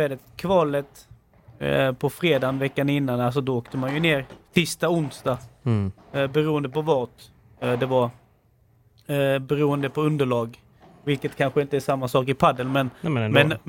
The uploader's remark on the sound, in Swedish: Live från Euro Finans Invitational